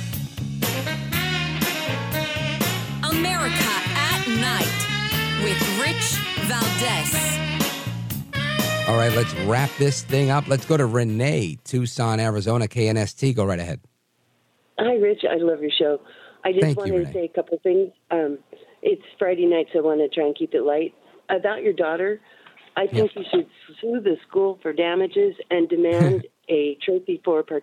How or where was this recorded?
phone line